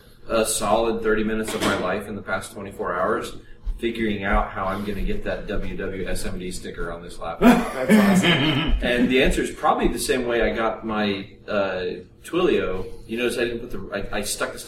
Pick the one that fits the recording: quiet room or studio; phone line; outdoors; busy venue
busy venue